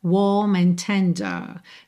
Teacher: A gente não enrola o R e alonga um pouquinho mais a vogal que precede esse R.